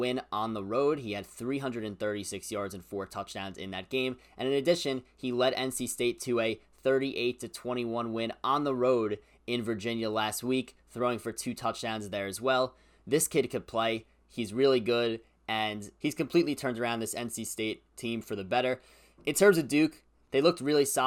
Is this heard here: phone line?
no